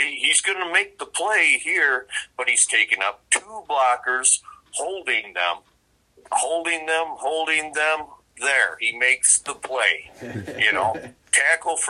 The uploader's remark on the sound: called in during the second half of the show